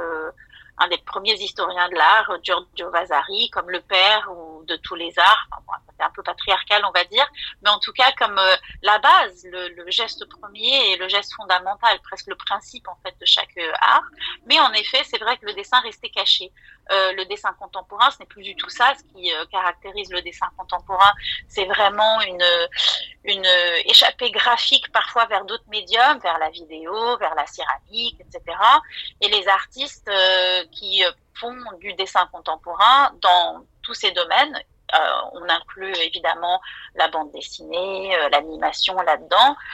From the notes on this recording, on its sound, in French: À Paris, le 14 mars 2023, entretien réalisé par téléphone.